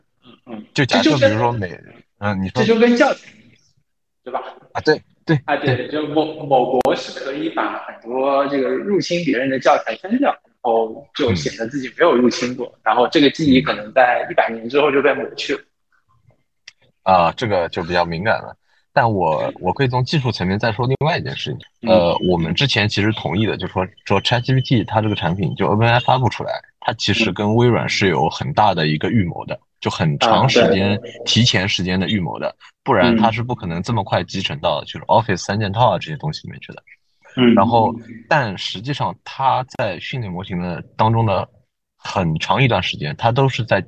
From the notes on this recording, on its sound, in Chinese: 当时主播对于如何录制、制作、剪辑播客都是一窍不通，故标识为「全损音质」。